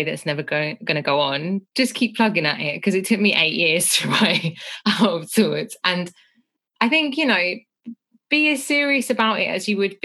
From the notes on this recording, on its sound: This episode was recorded over Zoom